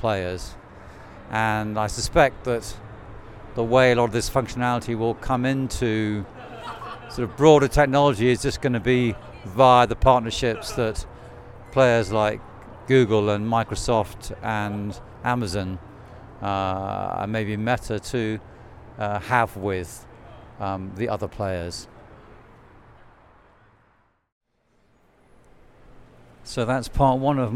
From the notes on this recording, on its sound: Attended the CES show in Las Vegas. Audio diary, musings and highlights from the Consumer Electronics Show 2024 in Las Vegas.